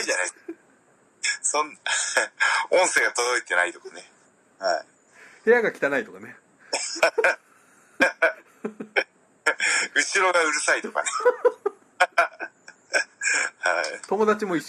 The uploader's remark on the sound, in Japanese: テレワークで収録やってみた